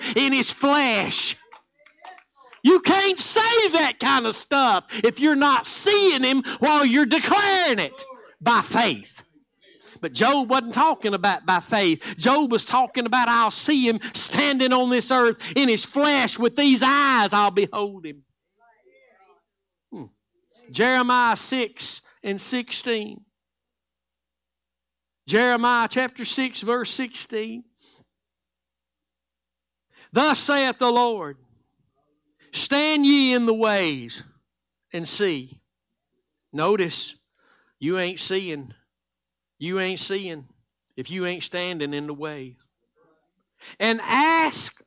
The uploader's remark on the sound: Live Sunday Morning Service